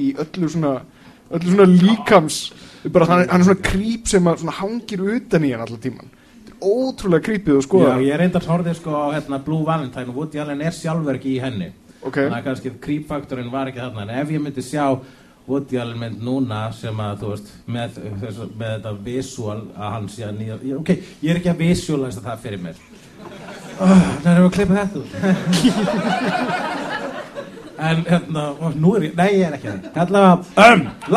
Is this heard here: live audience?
yes